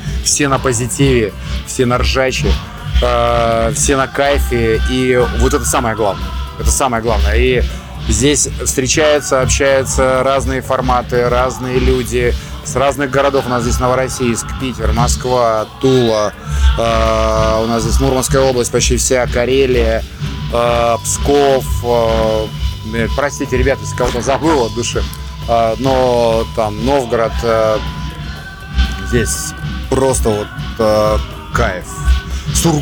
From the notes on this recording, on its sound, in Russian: Записано в рамках 7-го международного мотослета «Мотобалаган», в столице Арктики, городе Мурманске 9-10 декабря 2022.